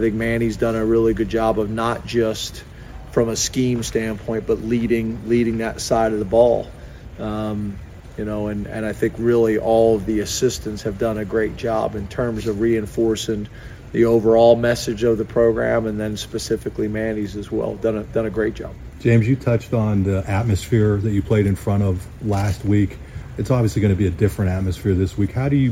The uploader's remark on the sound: addresses the media in a press conference after practice